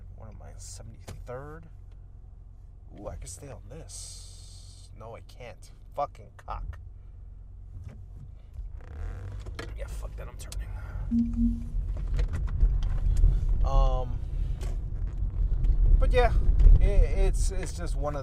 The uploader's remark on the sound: Episode 2 in my car.